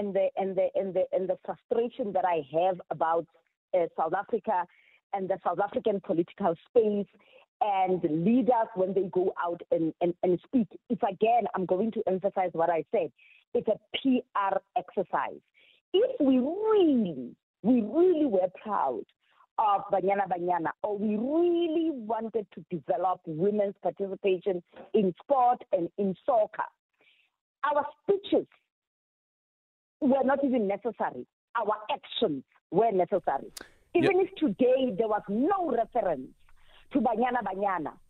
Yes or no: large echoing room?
no